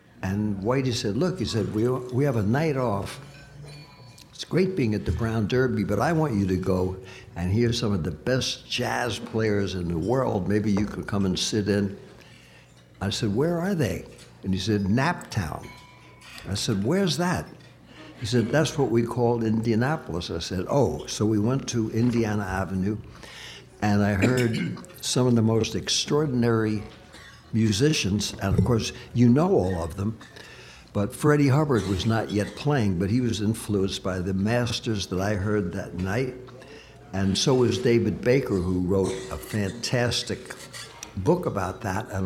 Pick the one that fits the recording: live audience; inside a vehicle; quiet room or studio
live audience